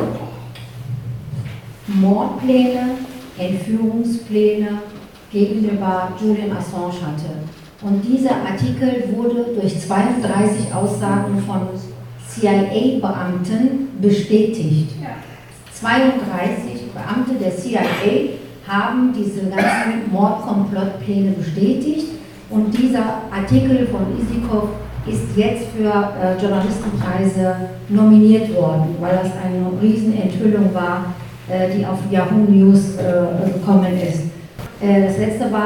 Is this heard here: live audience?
yes